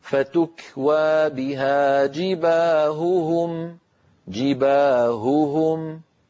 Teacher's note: الهاء صافية ليست مشوبة بصوت آخر حلقي، هكذا. فتكوى بها جباههم، جباههم، ببيان صوت الهاء.